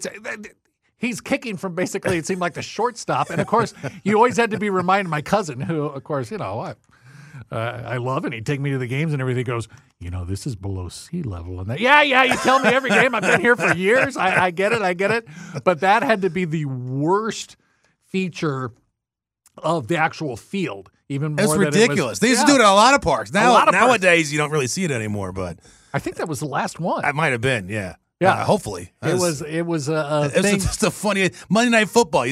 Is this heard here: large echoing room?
no